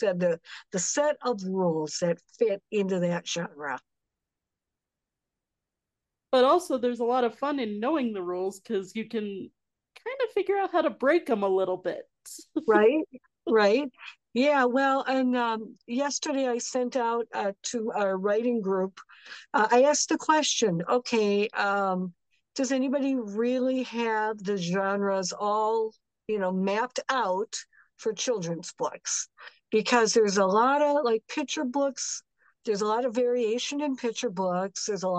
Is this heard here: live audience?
no